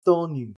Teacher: That's a F followed by a TH sound, or PHTH